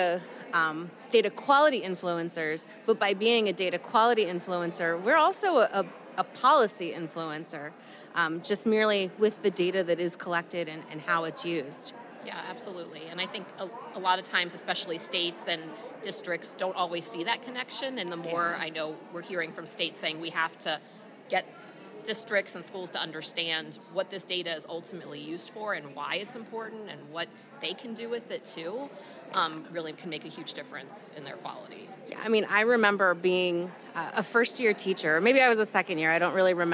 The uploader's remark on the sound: On Stage in Nashville, Tennessee. I had the opportunity to chat with data experts from states across the country at this year's IDC Interactive Institute live in Nashville, Tennessee.